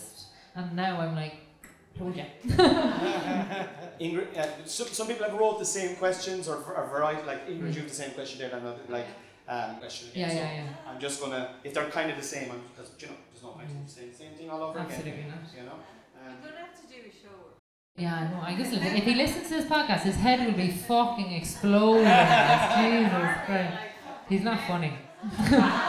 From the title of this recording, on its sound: live at the CoCo Club